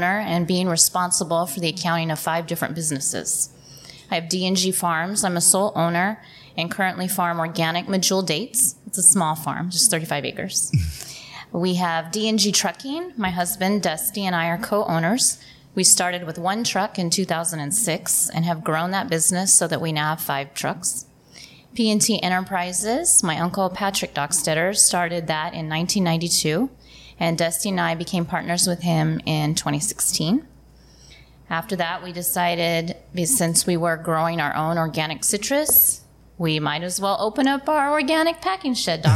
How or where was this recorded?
busy venue